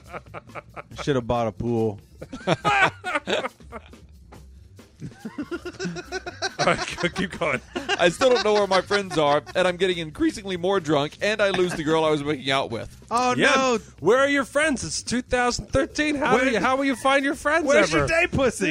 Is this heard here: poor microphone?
no